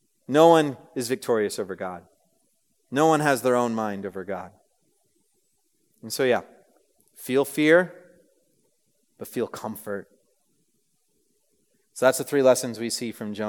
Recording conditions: live audience